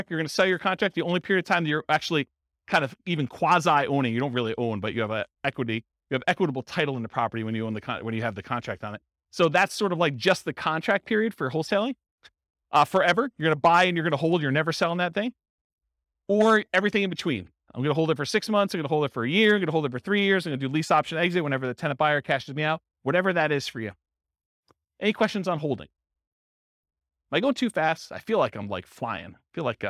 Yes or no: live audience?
yes